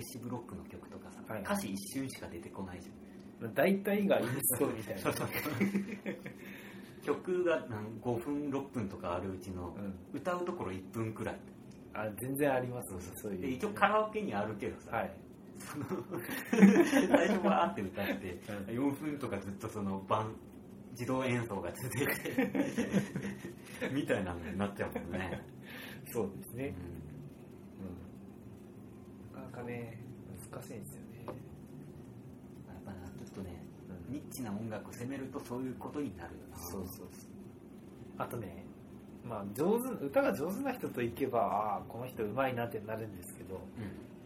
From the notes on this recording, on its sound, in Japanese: 前回に引き続きカラオケボックスにて収録しておりますが。